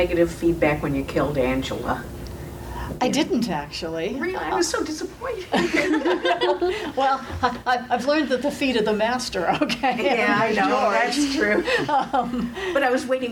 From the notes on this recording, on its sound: Dragon Con Encounters. Sharing audio from a post-reading Q&A.